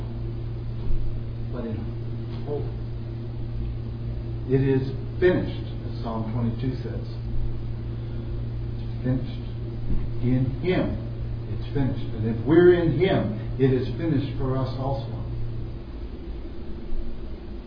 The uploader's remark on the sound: At the Retirement Center Fellowship. These sermons are preached in a public setting, so you may hear some background noise.